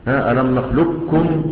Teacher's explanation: ذهاب صفة القاف وتصبح كافا واحدة مشددة